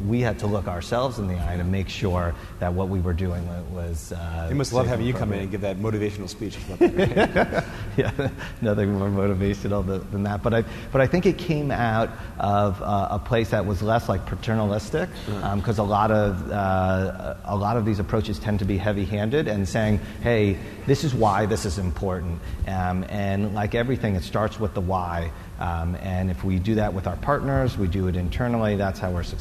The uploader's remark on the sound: Recorded at the Forbes 30 Under 30 Summit in October 2016.